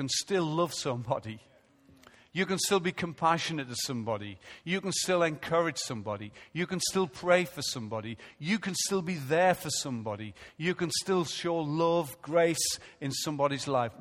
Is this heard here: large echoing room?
yes